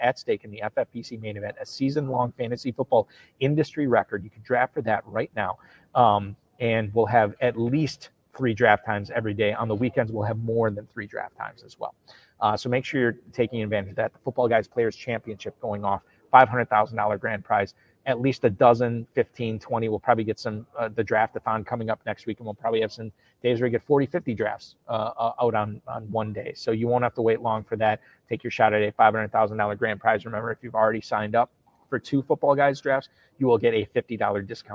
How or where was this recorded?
busy venue